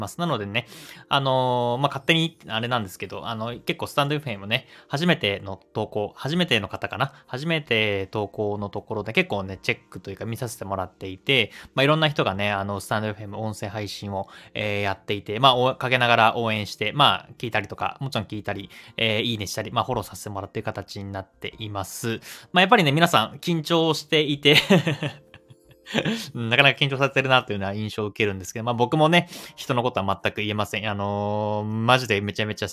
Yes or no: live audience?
no